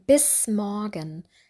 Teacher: Das S ist stimmlos. Also das M wirkt sich nicht auf das S aus, sondern das S bleibt stimmlos. Bei den Teilnehmerinnen und Teilnehmern mit Muttersprache Portugiesisch noch darauf achten, dass das M deutlich ausgesprochen wird.